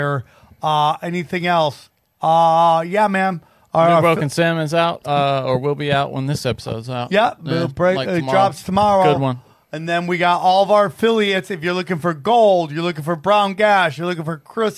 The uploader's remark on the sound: We had some technical difficulties with the interview so we could only do about an hour over the phone.